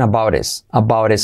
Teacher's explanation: Se convierte en about About, T como resuave, saltamos la H, la H-I de his como E. So, about his se convierte en about his.